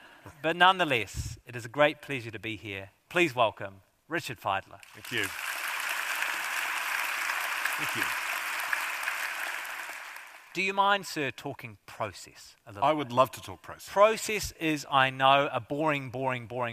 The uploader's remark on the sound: A highlight of the 2023 Auckland Writers Festival.